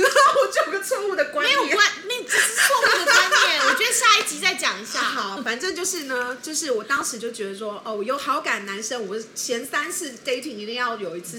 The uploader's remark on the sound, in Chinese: 喝酒那些事系列由於是試錄集，收音設備非常陽春，請海涵～。